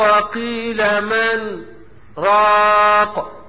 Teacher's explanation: نطقت النون وسكت سكت بدون تنفس، مقدارها نطق الحرف مرتين، دي اللي بيسموها حركتين. · Term: السكت